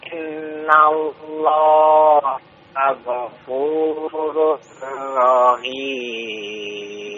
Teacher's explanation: Lafadz Allah dibaca dua harokat.